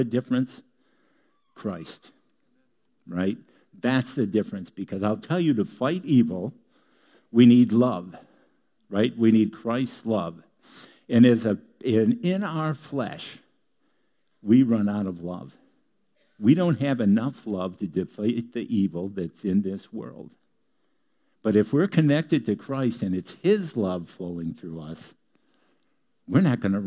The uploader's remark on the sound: Delivered on 21 January 2018 at Grace Church of La Verne .